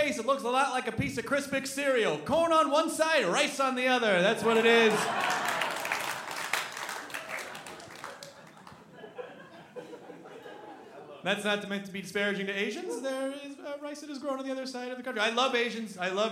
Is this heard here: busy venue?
yes